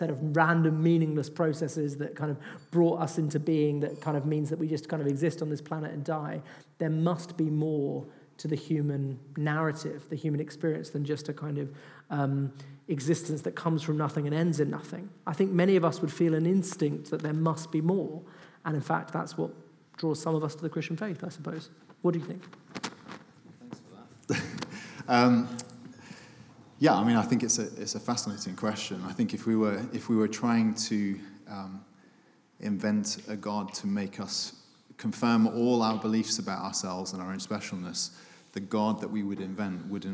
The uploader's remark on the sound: The Q&A session from our latest Salt Live event "The Age of Self-Obsession". Take questions from the audience.